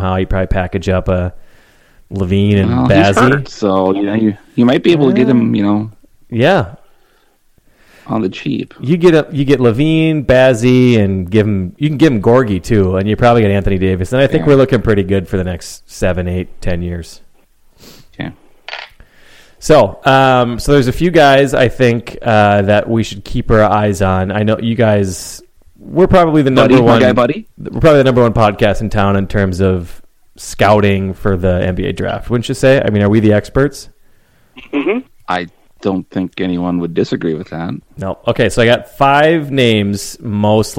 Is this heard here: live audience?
no